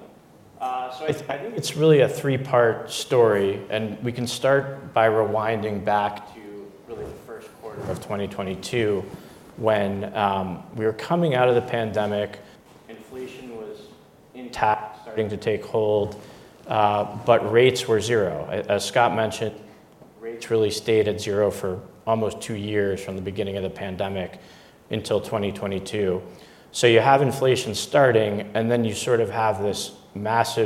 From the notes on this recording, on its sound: We brought together a panel of leading thinkers and executives from across the sector. In front of a live audience in New York City. This inaugural Live HC Insider Podcast event was hosted by HC Group and Brown Brothers Harriman.